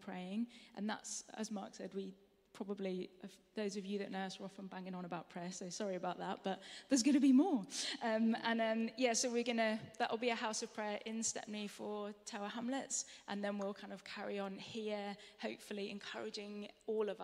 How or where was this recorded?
large echoing room